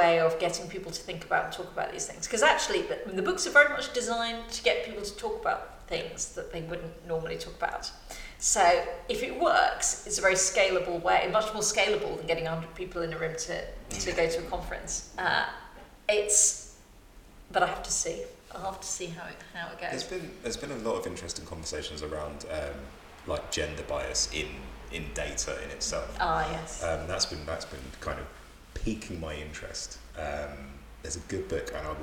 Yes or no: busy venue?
yes